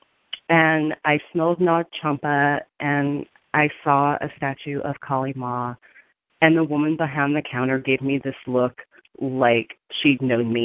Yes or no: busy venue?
no